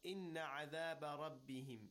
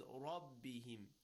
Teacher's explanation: Round your mouth and make sure you recite it with a heavy voice. · Shown in: second take